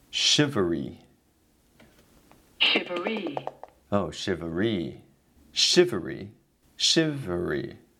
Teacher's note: you can hear how I place the stress on the first part of the word. Hence, shiv is a higher pitch. But in actuality, e is the stressed part of the word, the last part.